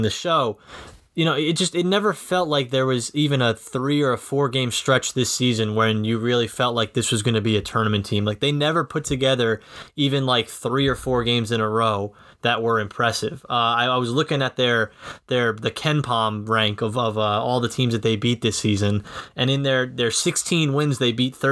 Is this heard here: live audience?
no